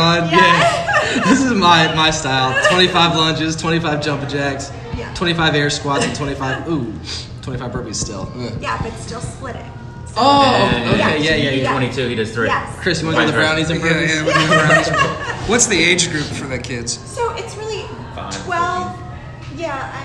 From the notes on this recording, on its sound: go on location at NoDa Brewing Company